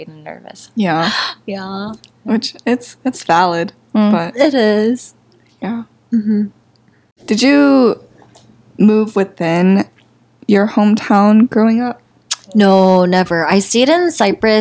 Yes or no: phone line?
no